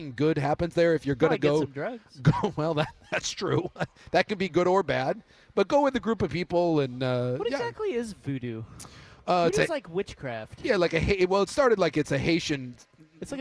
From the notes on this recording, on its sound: we're live from X-Golf